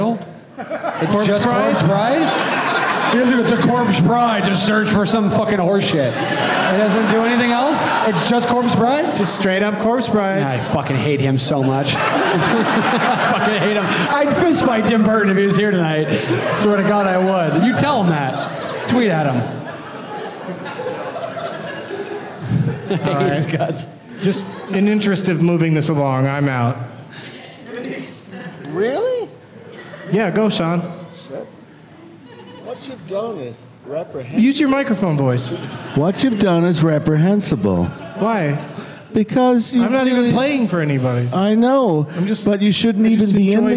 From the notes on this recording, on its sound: Live from the Helium Comedy Club in Buffalo